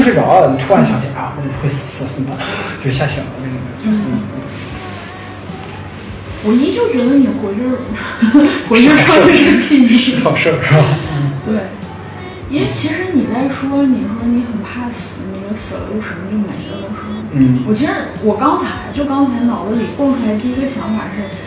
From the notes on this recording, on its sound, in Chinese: 房间空调声音很大…所以有杂音，收听请适当调整音量。